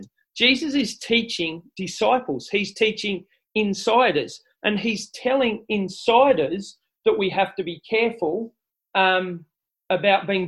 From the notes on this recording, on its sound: This talk was delivered via Zoom.